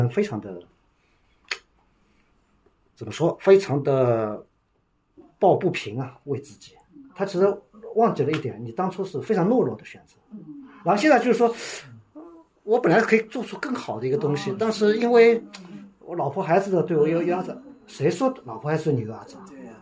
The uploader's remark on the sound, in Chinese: 由于是手机录音，杂音、环境音也都一并录进。现场读者参与热烈，但由于距离原因，声音较低，虽经后期调整仍显不足。现场读者互动也屡获掌声。